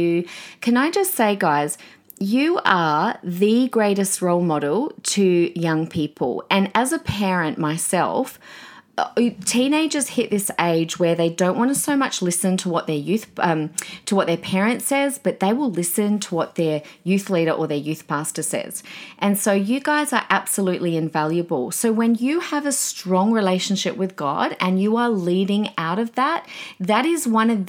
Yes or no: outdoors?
no